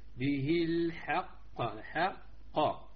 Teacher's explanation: الحاء مرققة والقاف مفخمة، نقول به الحق حق، والحال مخرج الحاء هو الحلق والقاف أقصى اللسان فنقول الحق الحق.